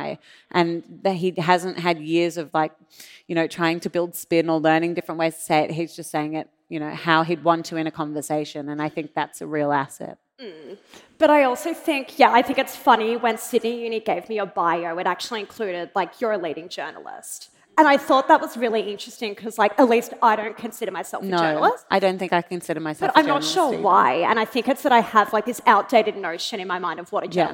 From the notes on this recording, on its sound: The recording for this podcast was from a live event held at the University of Sydney on 21 September 2023.